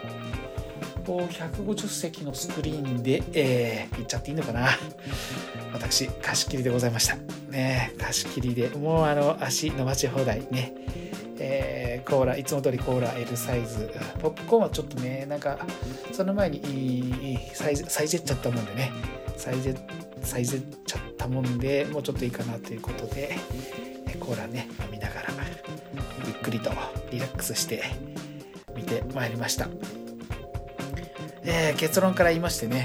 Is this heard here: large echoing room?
no